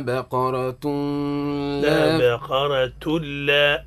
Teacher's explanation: إدغام بلا غنة، ما قلنا التنوين يحذف تماما